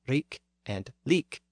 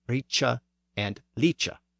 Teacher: the northern dialect tended to retain the hard K sound, where Southern English had the softer CH sound · Shown in: first take · So here, the Northern poet renders the words as rik and lik.